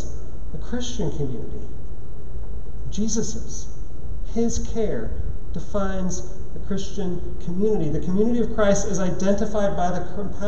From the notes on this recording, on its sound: at Trinity Church, Puerto Rico